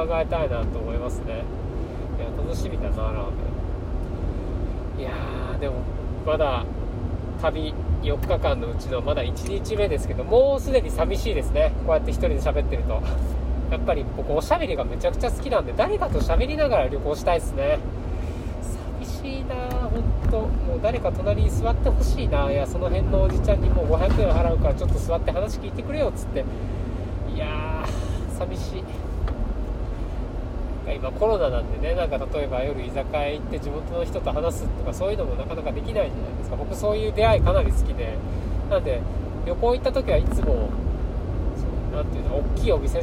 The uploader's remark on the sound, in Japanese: 新潟ドライブ中に配信。新潟ドライブ中に暇だったので録音しました。ひとり語り。